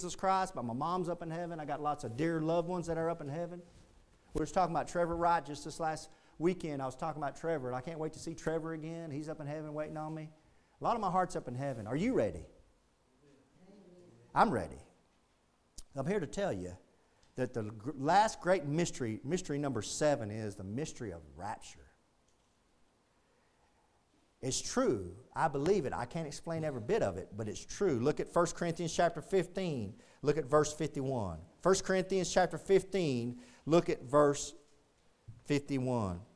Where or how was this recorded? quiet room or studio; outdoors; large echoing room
large echoing room